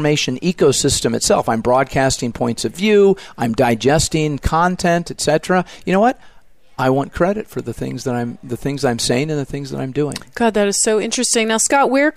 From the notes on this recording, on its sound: The Tech Cat Show Live From IIEX2016 NA! Headed to Atlanta June 2016 to interview thought leaders from the floor of the Insights Innovation Exchange Conference.